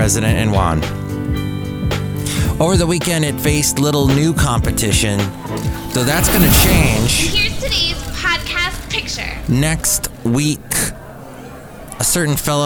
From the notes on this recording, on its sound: Podcasts live from Café Anyway.